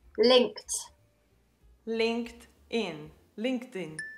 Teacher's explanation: You need to imagine the ED is a T.